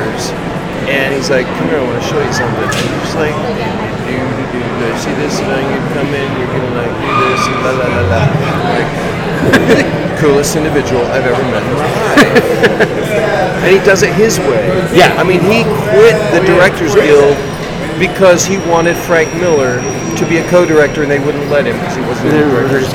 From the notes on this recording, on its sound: All recorded Live at the Haunted Screams Expo.